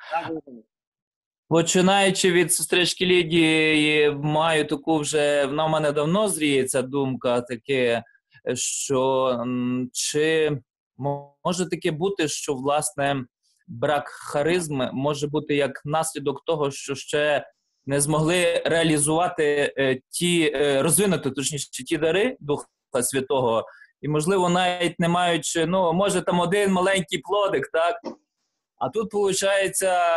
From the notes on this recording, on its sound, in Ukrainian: Zoom зустріч.